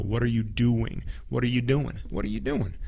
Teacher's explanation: They take off the G a lot.